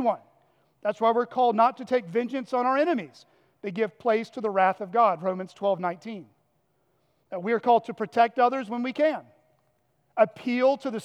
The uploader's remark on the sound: at Chaffee Crossing Baptist Church in Barling, AR